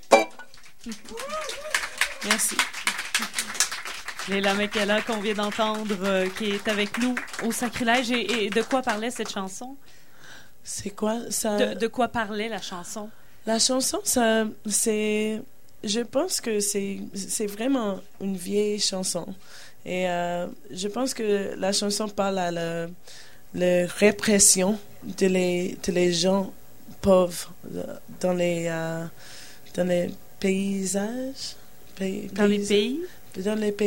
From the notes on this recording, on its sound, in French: émission diffusée en direct du bar le Sacrilège